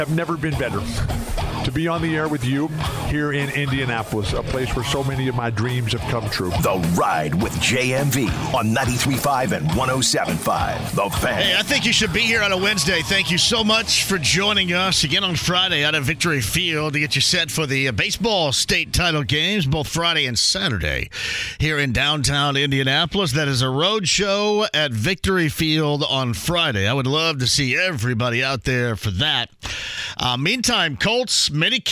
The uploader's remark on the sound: Answering some questions and comments from listeners online! Opens the phone lines up and takes some calls from some listeners!